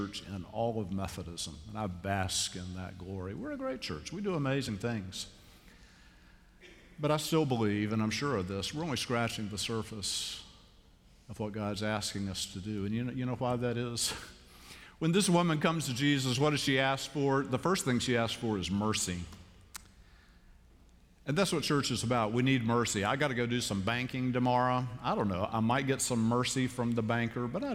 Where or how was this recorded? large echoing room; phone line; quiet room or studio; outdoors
large echoing room